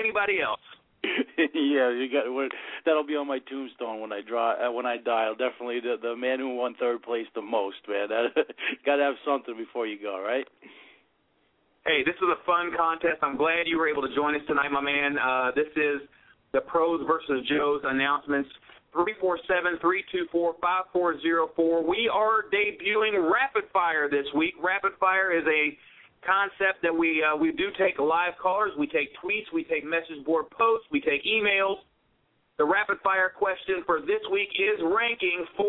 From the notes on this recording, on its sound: a special CALL-IN SHOW